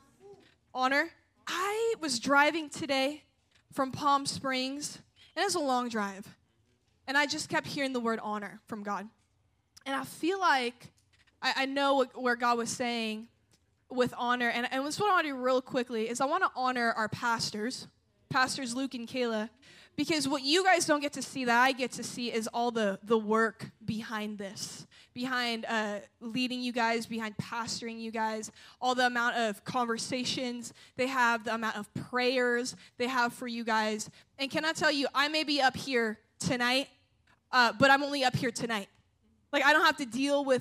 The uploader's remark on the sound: at a Jesus Followers Sunday night service